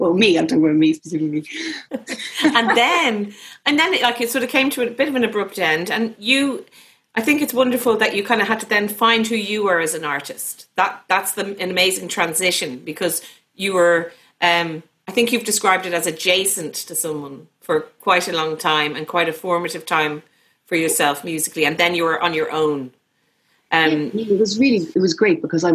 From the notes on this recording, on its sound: We were joined by almost 300 listeners, readers and Irish Times subscribers last Saturday night for our fourth Big Night In on Zoom. This episode includes snippets of the songs she sang and a lengthy back and forth between the singer and the fans who gathered to hear her talk.